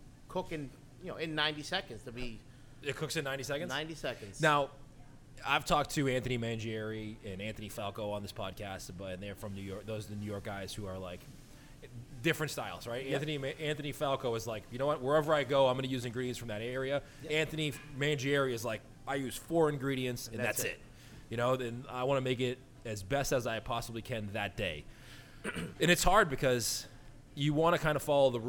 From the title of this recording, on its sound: Live From Wood & Fire